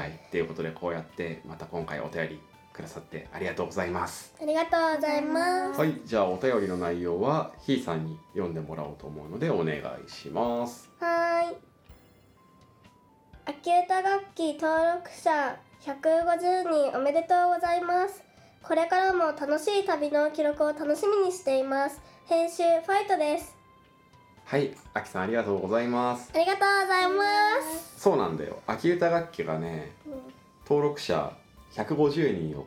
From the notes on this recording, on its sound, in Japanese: 子どもとの3人収録。